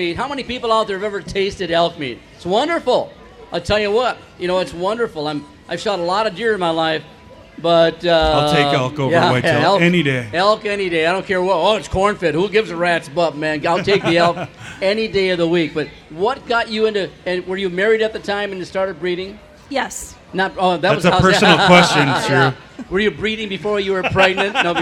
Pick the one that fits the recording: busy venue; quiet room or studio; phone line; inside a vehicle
busy venue